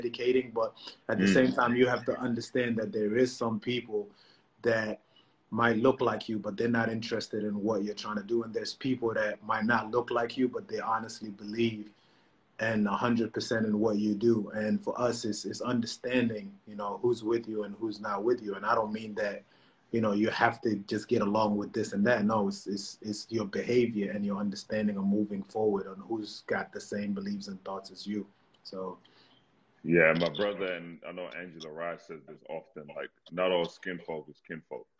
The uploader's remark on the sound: Whilst the world is locked down during the coronavirus pandemic. It was straight Q&A, as they answered questions from fans.